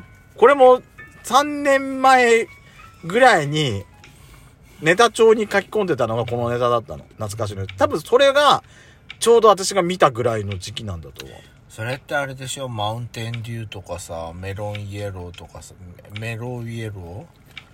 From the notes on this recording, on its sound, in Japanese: パーキング収録。2人組。